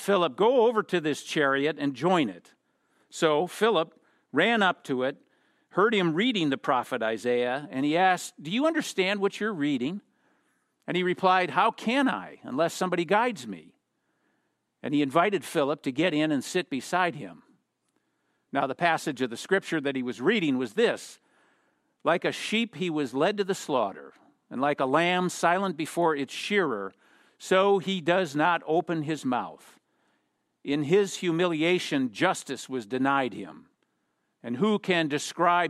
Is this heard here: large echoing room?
yes